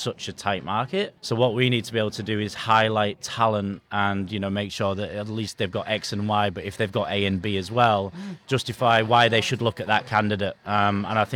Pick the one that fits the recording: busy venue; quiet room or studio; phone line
busy venue